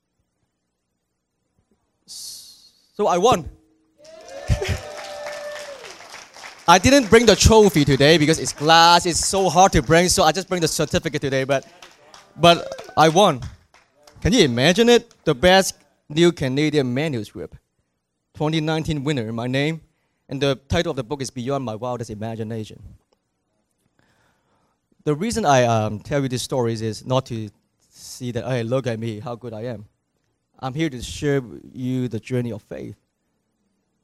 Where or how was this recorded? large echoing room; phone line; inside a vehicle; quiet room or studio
large echoing room